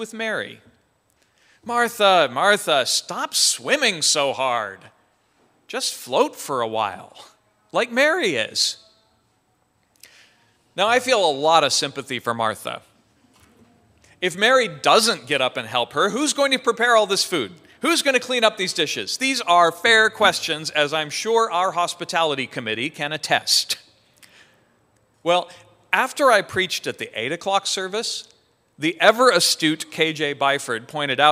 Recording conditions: large echoing room